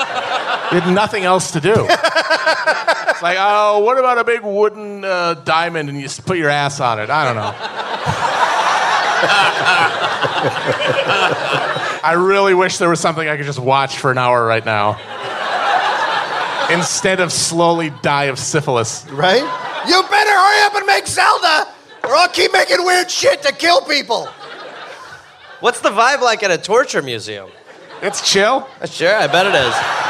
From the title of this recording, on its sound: Live in NYC